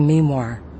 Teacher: pronounced with the emphasis on me